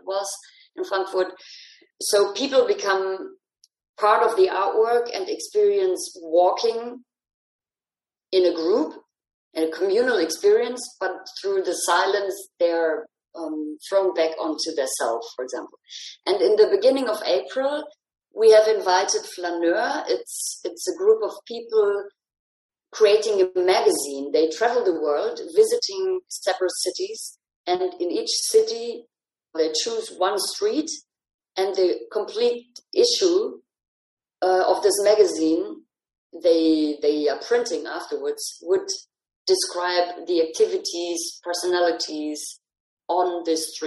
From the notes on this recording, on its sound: Recorded over a Zoom call